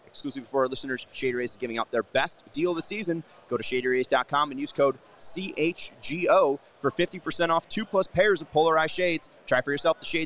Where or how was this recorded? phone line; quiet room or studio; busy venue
busy venue